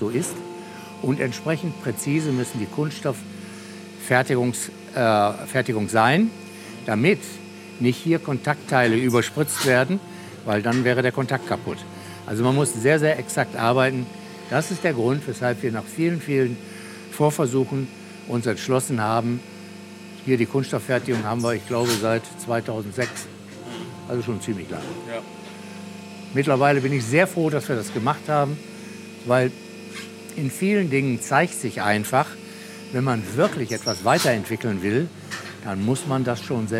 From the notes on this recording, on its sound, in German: Das Gespräch wurde direkt on location in der Fertigung aufgezeichnet, und das hört man auch. Das Gespräch wurde direkt on location in der Fertigung aufgezeichnet, und das hört man auch. Firmenbesuch bei WBT.